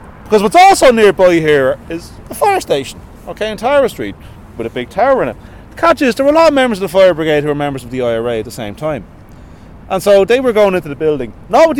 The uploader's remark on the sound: Dublin Revolutionary Walking Tour